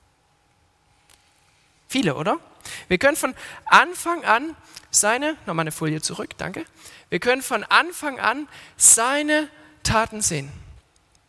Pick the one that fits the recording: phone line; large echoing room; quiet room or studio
large echoing room